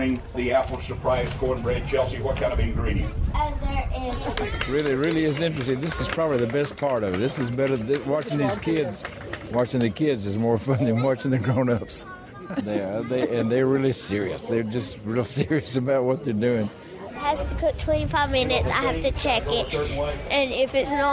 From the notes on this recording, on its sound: an audio postcard from a cornbread--- that's right, cornbread-- festival in Tennessee